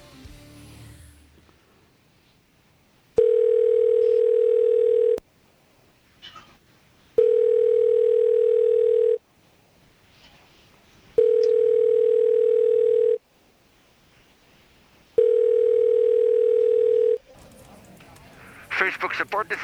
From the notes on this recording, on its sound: Live on The Bent Radio Network. Plays clips of old phone calls from when the show was known as the "Pitch Shift".